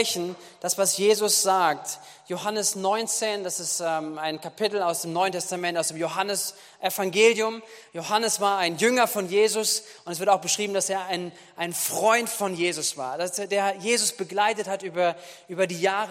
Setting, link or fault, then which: setting, large echoing room